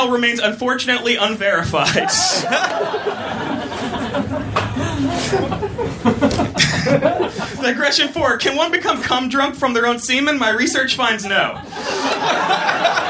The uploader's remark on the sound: Recorded at Union Hall in Brooklyn, March 7, 2014.